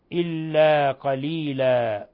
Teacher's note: حالة الوقف على تنوين الفتح نقف عليه بألف العوض